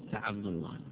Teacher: وفخم اللام من اسم الله عن فتح أو ضم